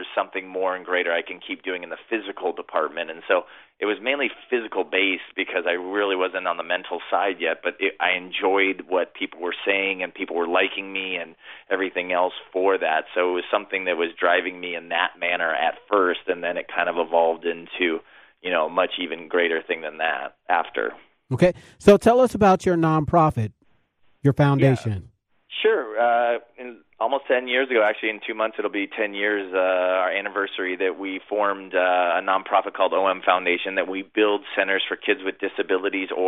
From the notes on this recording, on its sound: joined the show via telephone